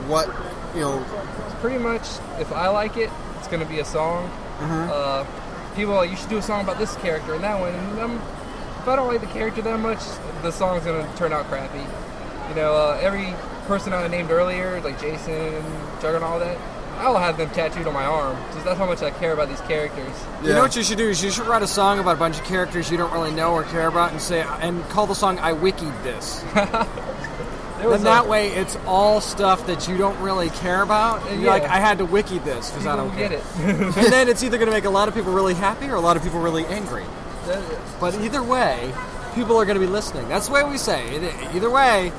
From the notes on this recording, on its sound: Tidewater Comicon 2016 Live Show. Tidewater Comicon 2016 is in the books and we were there to cover it all live! Hear us talk to con-goers.